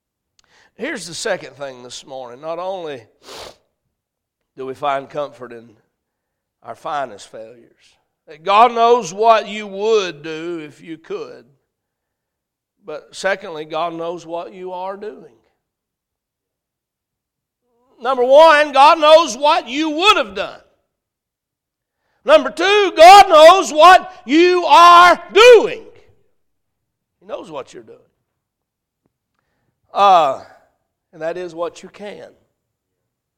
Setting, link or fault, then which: setting, large echoing room